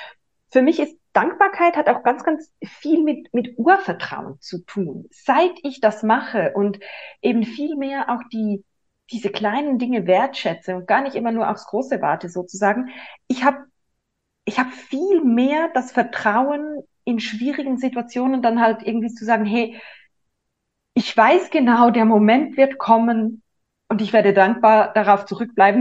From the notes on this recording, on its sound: online via Zoom